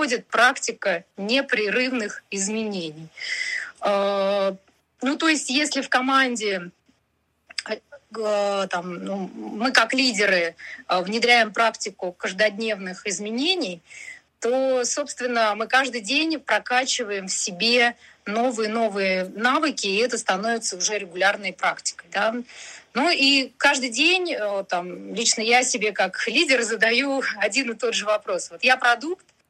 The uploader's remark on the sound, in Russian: Запись из клабхаус.